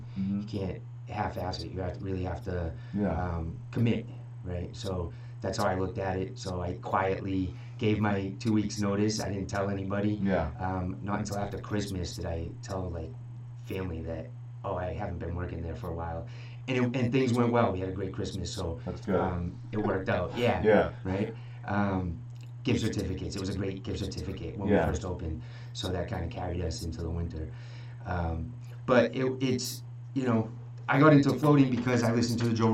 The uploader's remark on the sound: For some reason theree is a small echo in the video, not sure why.